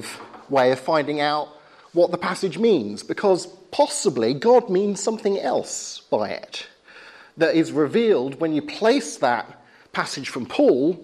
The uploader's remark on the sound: talk of the spring 2011 course at Highfield Church, Southampton